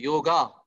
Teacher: दक्षिण में जब बोलते हैं तो वहां दीर्घ आकार हो जाता है